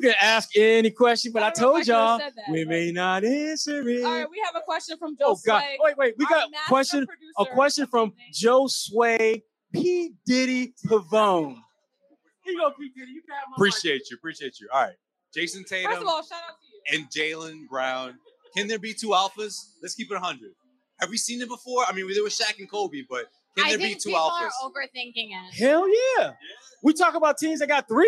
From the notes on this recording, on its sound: LIVE from The Greatest Bar in Boston